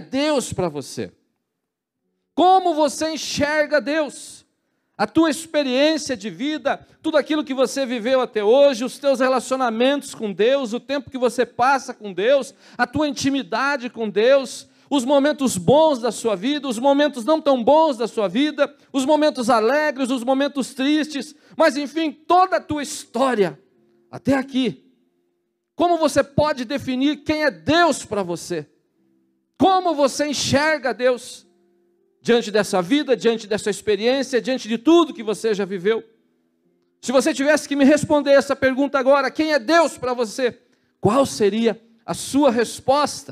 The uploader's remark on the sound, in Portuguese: na Igreja ABA Curitiba (Transmitido ao vivo)